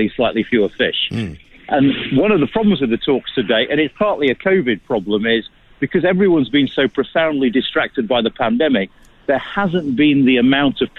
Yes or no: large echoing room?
no